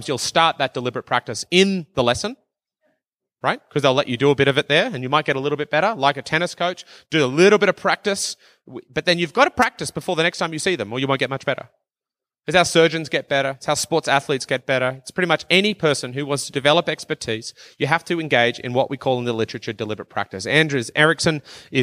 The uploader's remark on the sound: from the 2019 uLead conference in Banff, Alberta